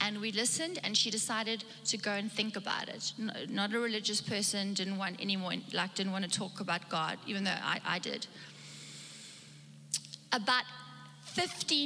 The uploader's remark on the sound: Recorded live on Sunday the 7th November 2021